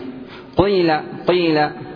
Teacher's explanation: والإشمام أن ينطق بحركة مركبة من حركتين، جزء ضمة نحو ثلث الحركة، هذا على ذلك المذهب، يليه جزء كسرة نحو ثلثي الحركة، هي حركة واحدة مخلوطة مشوبة.